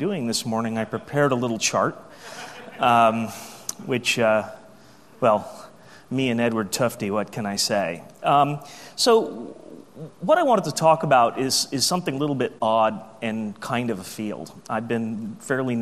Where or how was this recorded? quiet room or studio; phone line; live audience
live audience